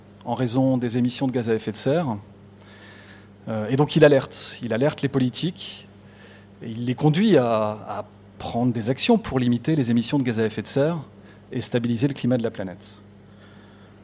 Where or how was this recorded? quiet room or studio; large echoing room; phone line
large echoing room